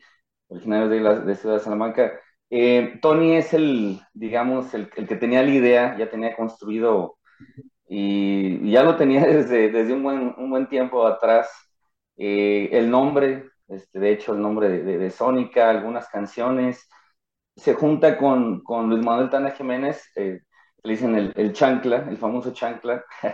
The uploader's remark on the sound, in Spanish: Charlamos via zoom.